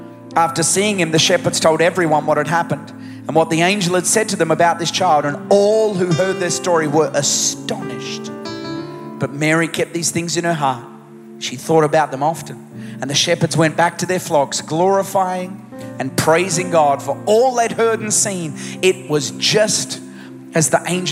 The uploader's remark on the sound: Recorded live at Planetshakers Church (Melbourne) on Sunday 17th of December 2023.